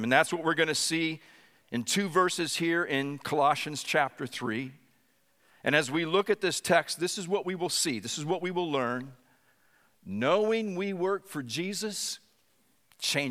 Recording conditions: large echoing room